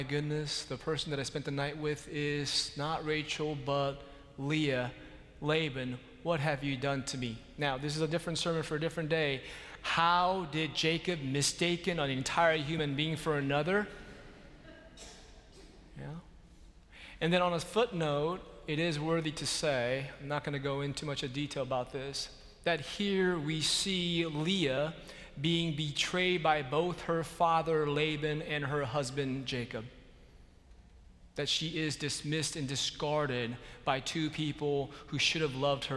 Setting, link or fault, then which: setting, large echoing room